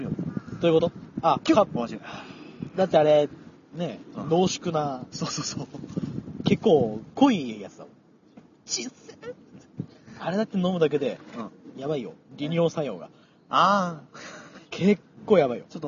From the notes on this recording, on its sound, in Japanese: なお、今回、収録現場に強風が吹き荒れていたため、風の音が入っていることがあります。